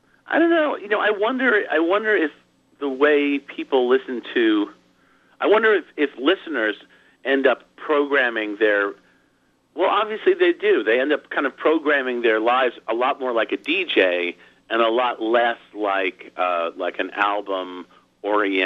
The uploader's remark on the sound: called in for a chat